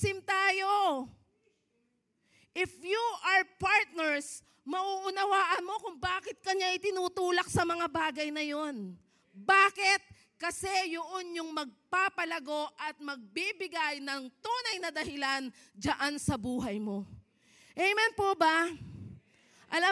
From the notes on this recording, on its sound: Preached last February 11, 2024 at Grace Testament Church's 5:30pm service.